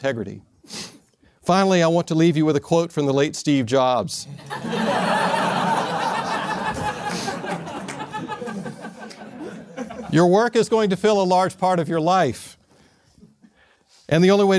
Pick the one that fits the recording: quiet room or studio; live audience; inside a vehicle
live audience